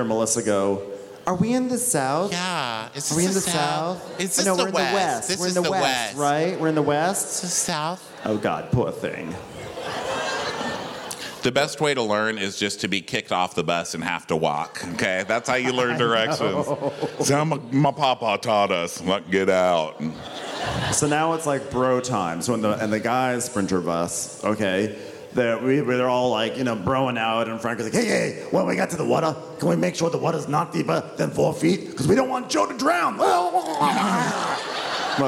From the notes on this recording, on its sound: We're live from The House of Blues in Houston, TX